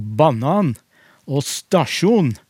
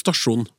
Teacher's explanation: For østnorske dialekter har veldig ofte førstestavelsestrykk og tonelag to i en del ord.